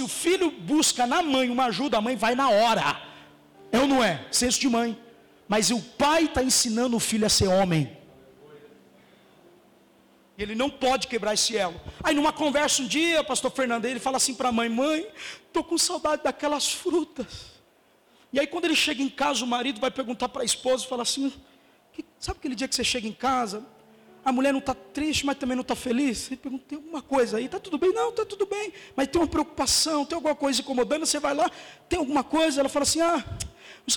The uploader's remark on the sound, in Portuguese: Mensagem gravada no dia 04 de Março de 2018 na Comunidade Vivendo em Amor - Sede